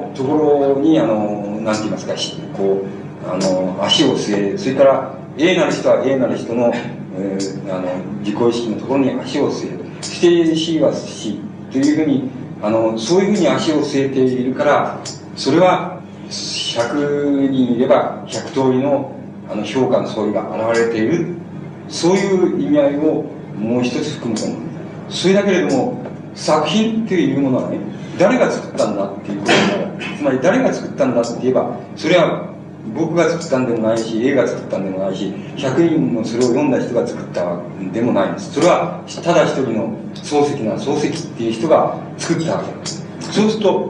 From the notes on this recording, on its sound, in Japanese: 主催：同志社大学文学哲学研究会「翌檜」。場所：京都教育文化センター。全編にわたってノイズが入っており、 中盤から「ボツ、ボツ」と テープノイズが続く。黒板使用のため音声が遠のく。